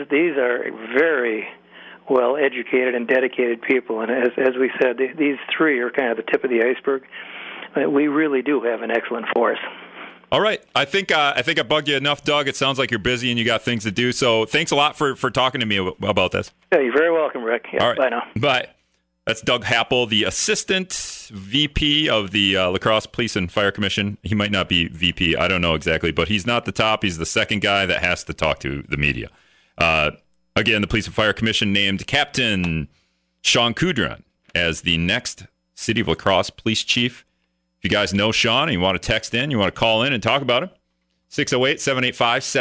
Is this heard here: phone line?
yes